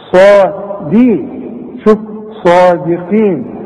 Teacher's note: الصاد مفخمة قوي بعدها الالف